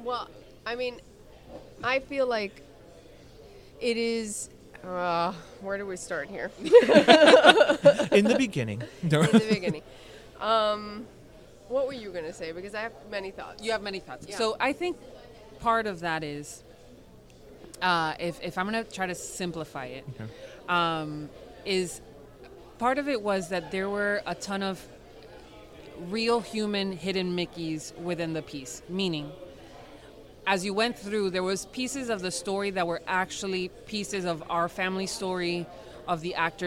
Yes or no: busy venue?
yes